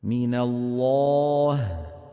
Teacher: لاحظتم التفخيم في الألف؟